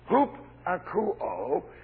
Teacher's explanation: Now, you put another word with it, and that's akuo. Now, when you make that one word, you drop the O, and the word becomes hup akuo